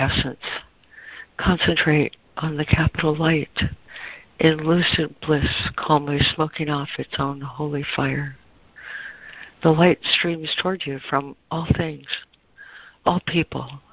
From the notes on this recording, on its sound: ACIM Daily Conference Call